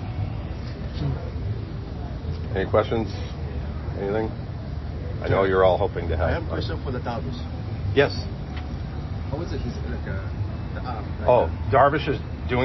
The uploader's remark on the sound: Live from the GM Meetings